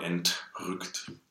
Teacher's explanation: in German, this T is not dental, right? It's aspirate. Yes, and this is a danger of if you're binding those things that the T is going to be a little too soft.